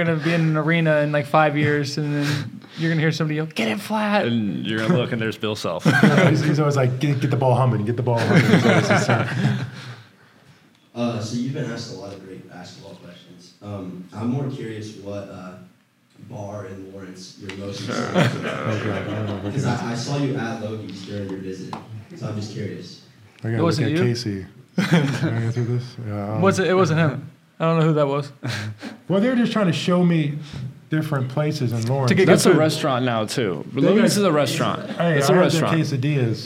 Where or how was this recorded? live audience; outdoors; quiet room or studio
live audience